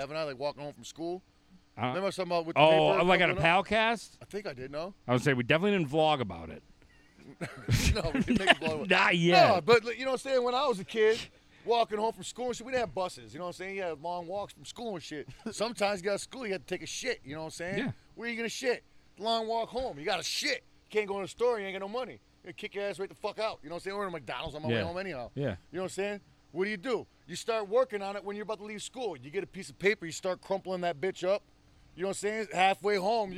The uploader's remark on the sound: Live from the Pool, it's the Palcast Pool Party Premiere!